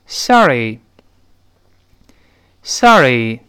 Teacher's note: 这种 o 呢，在美音中有的是介乎于 o 和 a 之间的